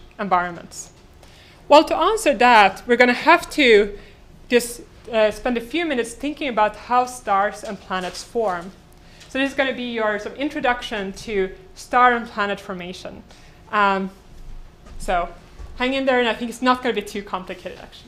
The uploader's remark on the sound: Delivered this lecture on January 20, 2018 at the University of Chicago. The lecture, which includes the Q and A session.